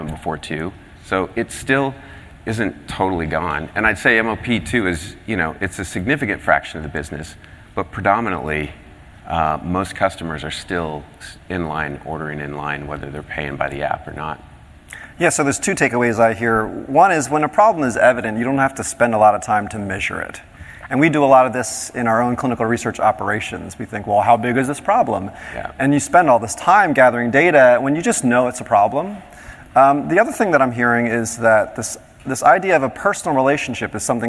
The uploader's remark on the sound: First presented at the 9th annual DPharm: Disruptive Innovations conference.